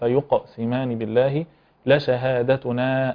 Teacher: عليهم الأوليان فيقسمان نراعي أيضا قلقلة القاف